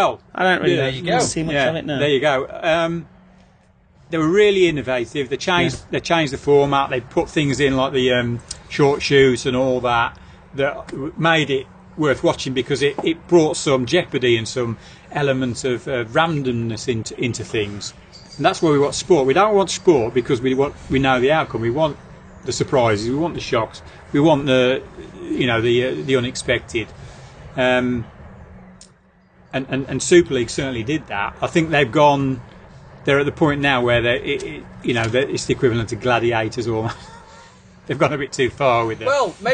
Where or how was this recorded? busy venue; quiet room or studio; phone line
busy venue